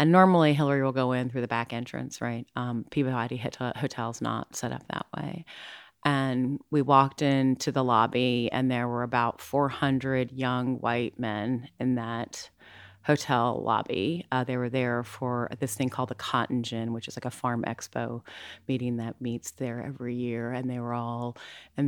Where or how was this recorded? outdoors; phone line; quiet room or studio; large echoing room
quiet room or studio